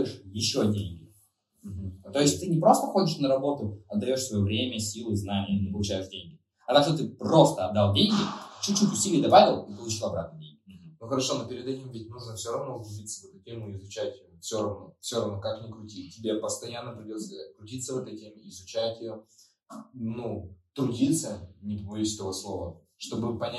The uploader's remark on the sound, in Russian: В этом подкасте есть небольшие проблемы со звуков